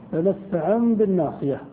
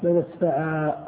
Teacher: أي في الوصل تنطق نونا وفي الوقف تنطق ألفا · Term: نون التوكيد الخفيفة